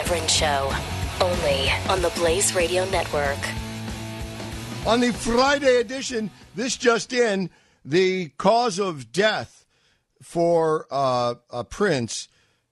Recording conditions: phone line